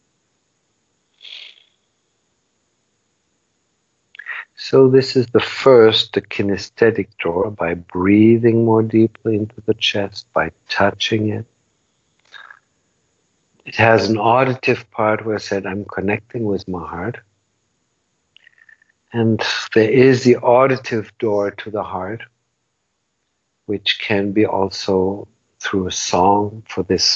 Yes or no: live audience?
no